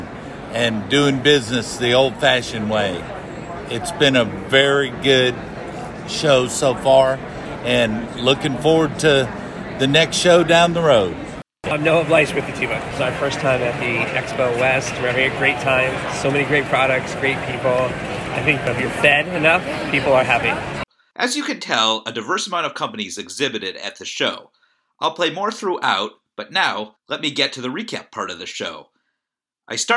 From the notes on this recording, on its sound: sound bites taken on the floor of Expo West